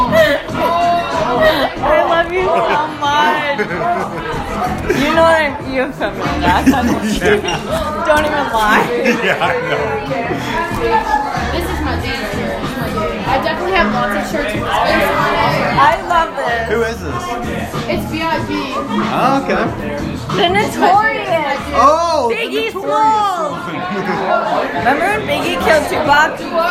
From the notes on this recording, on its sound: Chicago House Party. Over an hour of audio of the party of a coworker of mine.